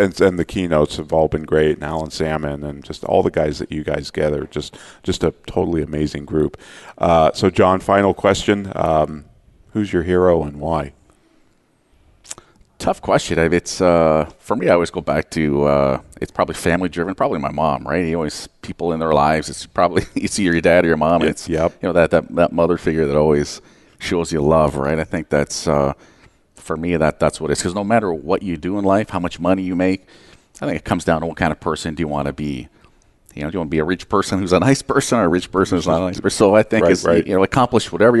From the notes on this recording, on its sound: Live Broadcast at the The IPBC IGNITE Conference.